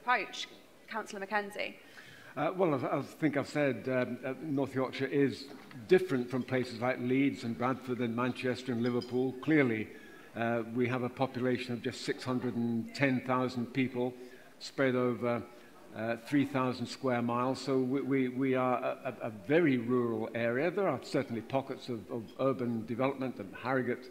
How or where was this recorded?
live audience